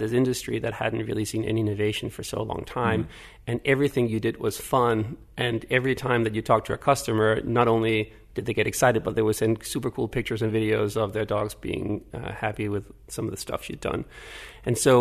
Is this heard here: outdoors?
no